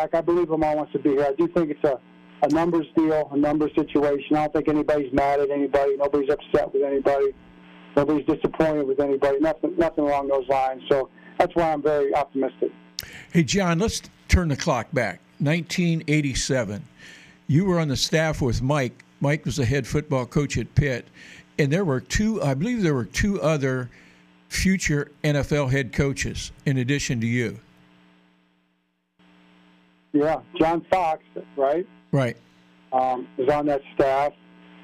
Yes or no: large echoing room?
no